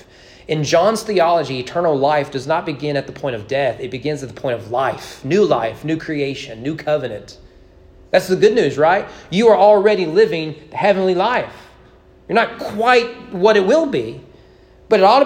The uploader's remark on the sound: Sermon preached at East Frankfort Baptist Church on August 8, 2022 during evening worship.